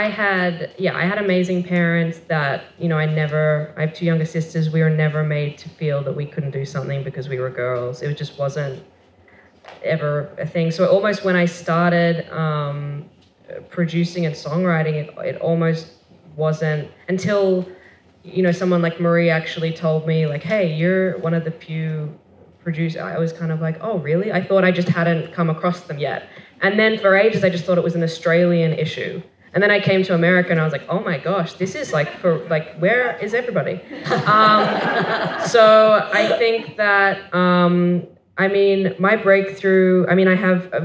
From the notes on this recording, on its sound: Recorded at the Guild of Music Supervisors 4th Annual 'State of Music in Media' Conference held at USC on September 15th, 2018.